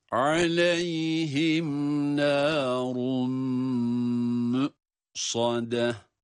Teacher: Bunların arasındaki ses farkını da korumamız gerekiyor. Yani sat kalın, ondan sonra gelen dal harfi ince olmalı.